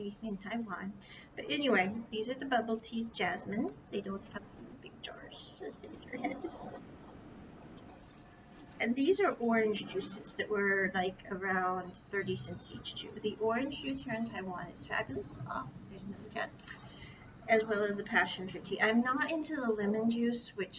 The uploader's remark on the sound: Sorry for the poor audio quality--this was recorded early this year and I was still working out audio kinks.